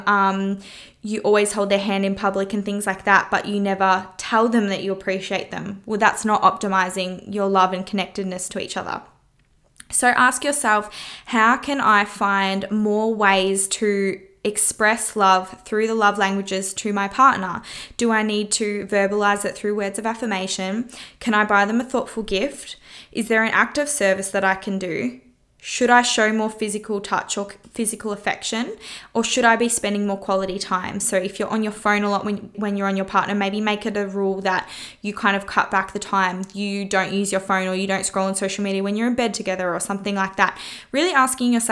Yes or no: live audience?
no